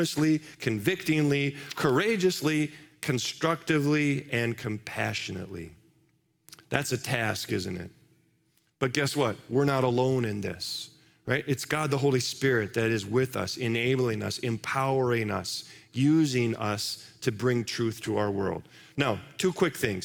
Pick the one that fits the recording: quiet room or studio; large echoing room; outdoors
large echoing room